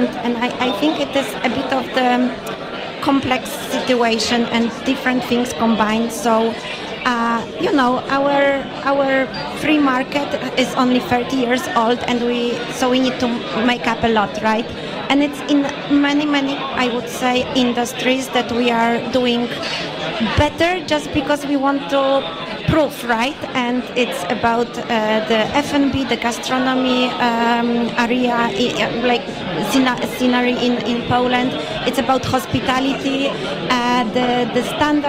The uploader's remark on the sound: Monocle Radio broadcasts live from our inaugural party in Warsaw.